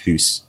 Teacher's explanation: in certain northern dialects, mouth stayed pretty much as it was in Middle English, which is why you have Scottish people saying things like hoose for house.